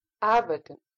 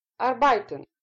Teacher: Это неправильное произношение данного слова, потому что ударение падает совершенно не туда, куда нужно. Это слово произносится с ударением на первый слог. · Shown in: first take